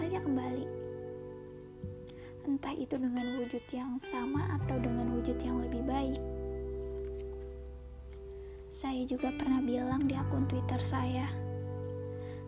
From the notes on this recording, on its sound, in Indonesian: Saya juga minta maaf karena mungkin kalian mendengar suara lain selain suara saya dan beberapa mistake pada saat saya berbicara karena memang suara saya saat itu sedang tidak baik.